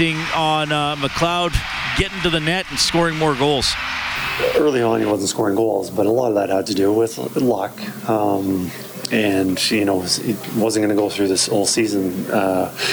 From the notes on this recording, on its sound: Live from the Oilers Superskills at Rogers Place